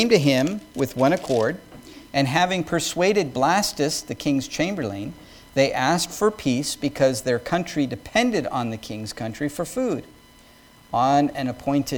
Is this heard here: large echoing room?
yes